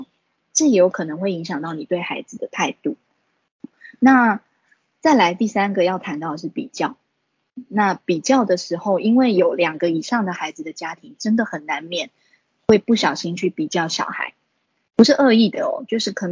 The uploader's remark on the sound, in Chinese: 此為線上課程錄音檔！